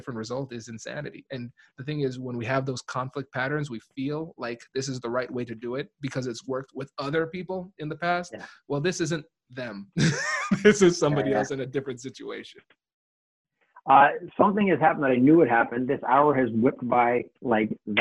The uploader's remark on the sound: Live ZOOM recording.